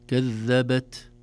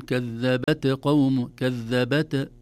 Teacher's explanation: التاء حرف شديد محبوس، ليس له صوت جهوري، لا قلقلة تظهره · Shown in: first take · ولا يجري في مخرجه من رخاوة لكذا، لكن يظهره إذا كان ساكنا خروج شيء من الهواء من مخرجه يسمى همس التاء.